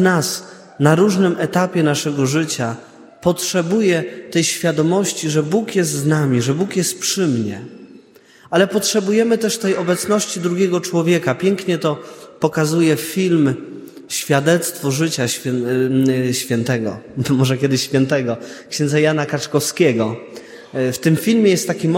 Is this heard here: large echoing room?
yes